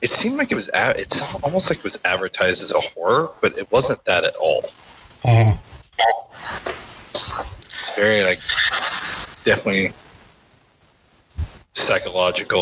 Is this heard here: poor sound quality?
yes